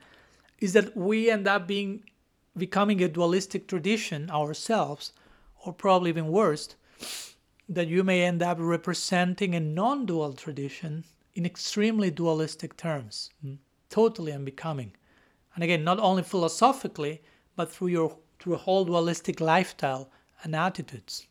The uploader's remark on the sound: Lecture given at Ananda-asrama, North Carolina on January 24, 2023